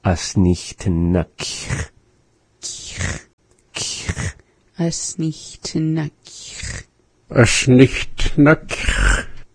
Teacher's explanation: you're going from that k sound that's a little bit more forward in the mouth, and we go back to the kh, which is at the back of the mouth. So from ba, or from forward, backward.